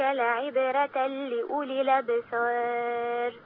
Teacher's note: اذا حصل وجت راء مفتوحة وفي حرف مكسور بس بينهم حرف ساكن، ورش يرقق الراء